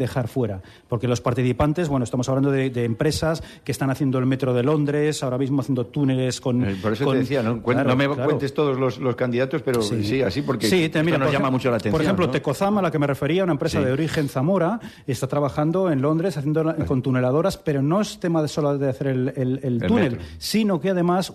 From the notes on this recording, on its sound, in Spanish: Emitido por la SER desde el Centro Cultural Miguel Delibes. En una gala que llenará el Auditorio del Centro Cultural Miguel Delibes.